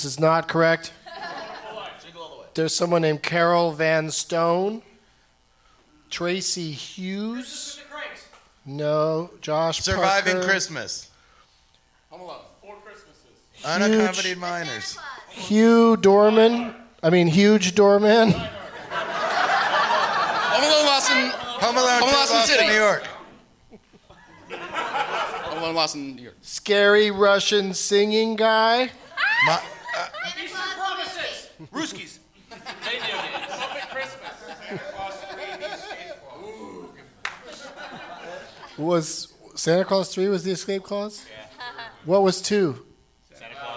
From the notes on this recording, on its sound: Live from Largo at the Coronet in Los Angeles